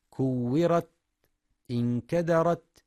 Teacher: ويخطئ بعضهم فيقف على التاء المفتوحة بترك الهمس